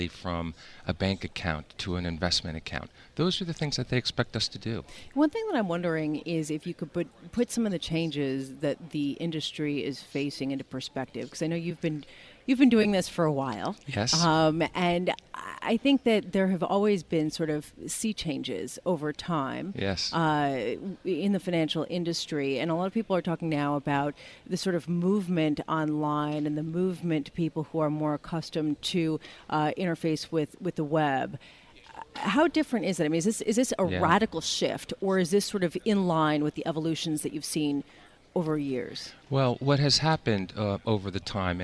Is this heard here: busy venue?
yes